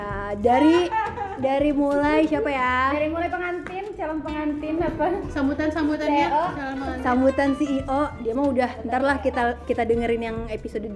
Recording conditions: background noise